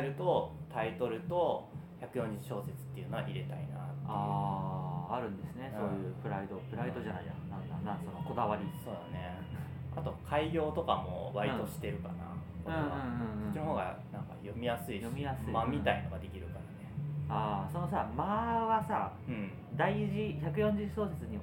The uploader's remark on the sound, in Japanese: 感染症に徹底対策して初めての対面収録です！段取りなしの一発収録なのでグダグタ進行だったり雑音あったりですが。